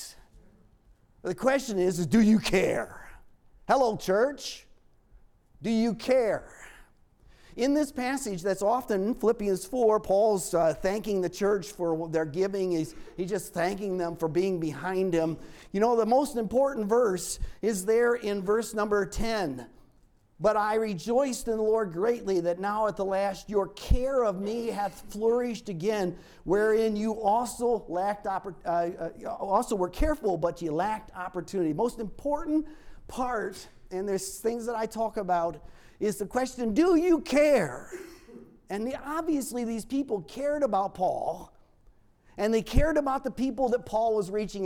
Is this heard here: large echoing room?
yes